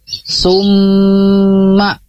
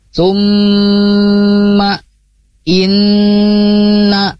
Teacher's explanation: ketika membacanya yaitu ditahan tiga harokat, atau kita biasanya menyebutnya tahanan. · Term: guna asliyah